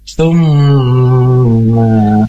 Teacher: mim bertasydid, artinya hukumnya gunnah dan harus diangkat atau didengungkan dua harokat. Tumma awhayna, dan dibacanya tipis juga, bukan ditebalkan.